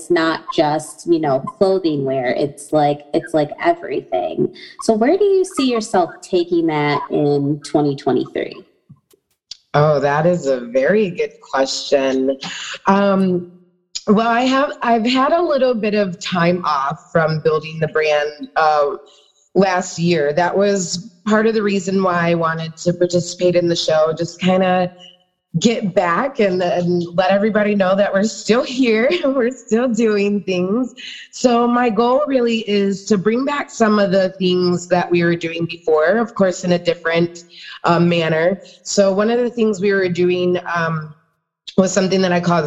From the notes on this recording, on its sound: Episode was recorded on zoom. Sound quality may be better with earbuds.